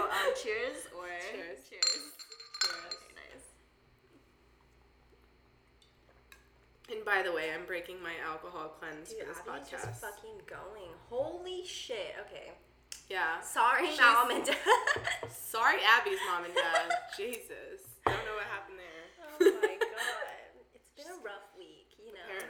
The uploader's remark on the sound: Share one single mic. Fridge in the background, clinking soju bottles, and echoed laughter in the concrete studio apartment located in Downtown LA.